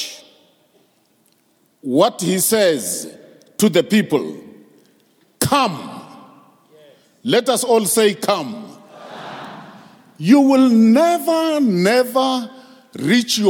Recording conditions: large echoing room